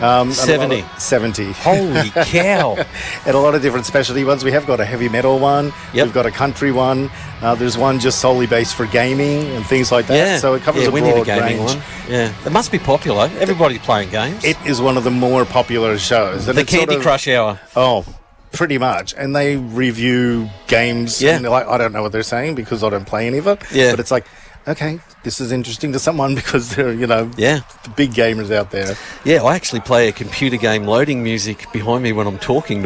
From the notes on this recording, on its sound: At a special outside broadcast at the Out in the Open Festival Day 2023 at the Queen's Gardens, Shepparton.